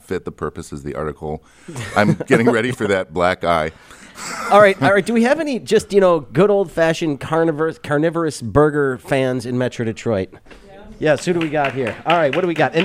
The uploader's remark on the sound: Studio audience weighs in.